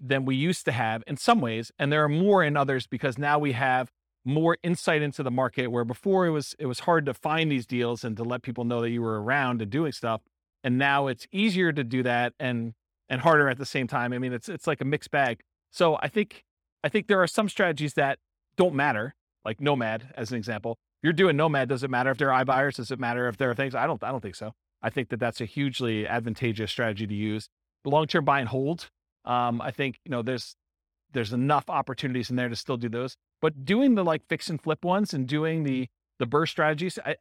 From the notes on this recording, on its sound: This was a live class recorded